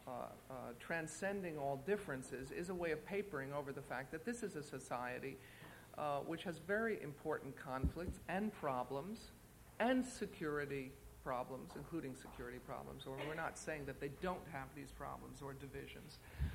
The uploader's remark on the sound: In a press conference at the International Congress of PEN in Korea